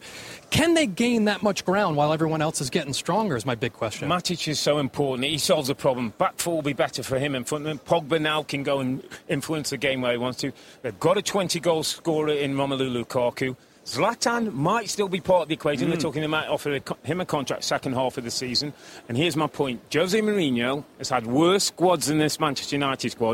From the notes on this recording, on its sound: Special Edition Season Preview From The Emirates. Live on location from the home of Arsenal - the Emirates Stadium.